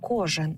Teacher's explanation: Наближення «е» до «и» теж притаманне південно-східним говіркам.